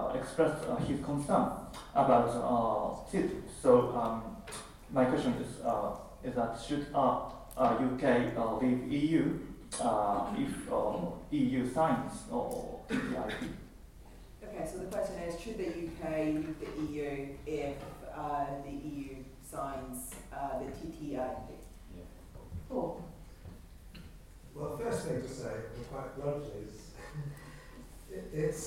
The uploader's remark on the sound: Audio recording of the EU referendum question time event, held at University of Surrey, hosted by the Centre for Research on the European Matrix (CRonEM).